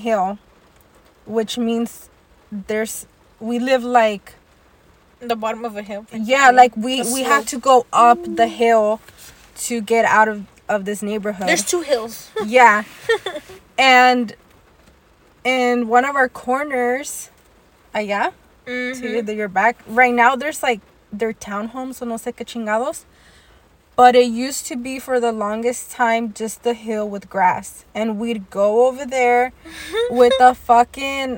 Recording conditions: background noise